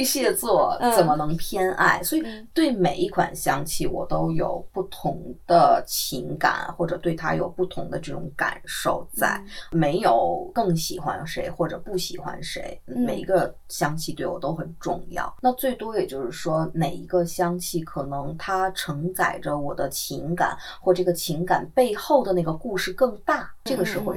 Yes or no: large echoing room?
no